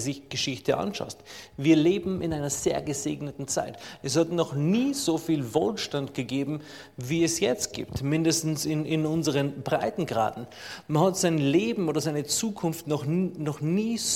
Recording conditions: large echoing room